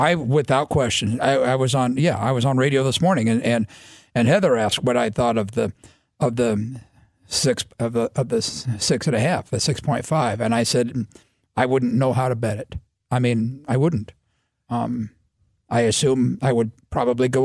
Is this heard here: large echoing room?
no